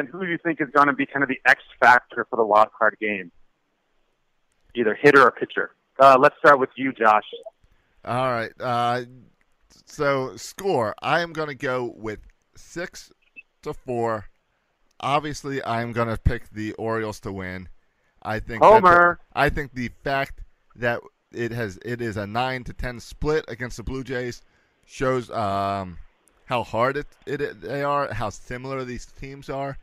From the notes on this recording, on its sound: take to the phone